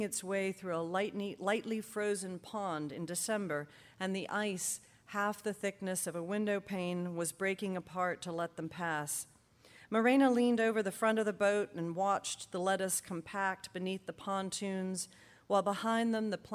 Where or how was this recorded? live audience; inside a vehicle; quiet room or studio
live audience